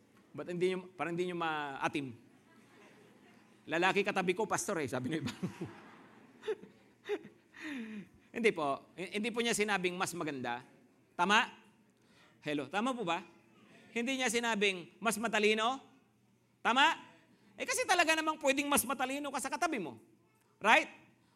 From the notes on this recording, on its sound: Preached last June 18, 2023 at Grace Testament Church's 10:00 AM Service.